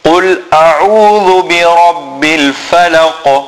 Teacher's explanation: So when stopping on the Qaf, we will make a Qalqala.